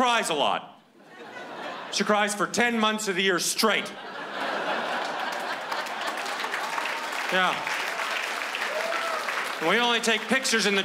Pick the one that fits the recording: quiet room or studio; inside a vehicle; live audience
live audience